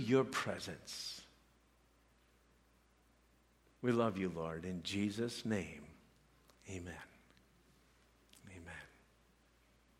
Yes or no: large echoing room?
yes